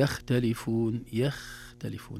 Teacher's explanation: الخاء إذا سكنت ينظر لما قبلها، قبلها الفتح ترتفع رتبتها، قبلها الضم تتوسط رتبتها، قبلها الكسر تنزل رتبتها. · Term: التفخيم